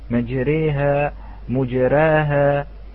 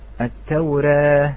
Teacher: الراء الممالة أخوتي الكرام هي ليست بكسرة في الحقيقة، وإنما هي فتحة، ولكن أملناها أو أميلت إلى الكسرة